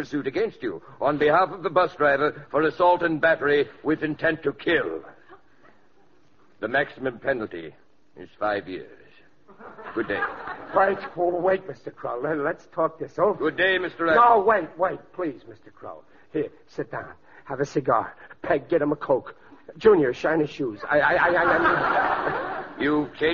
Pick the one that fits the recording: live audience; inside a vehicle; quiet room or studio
live audience